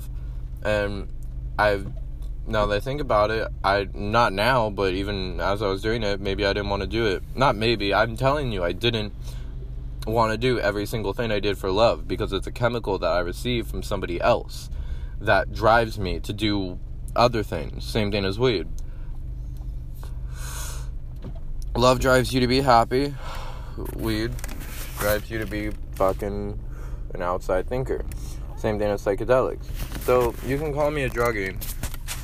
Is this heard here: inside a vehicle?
yes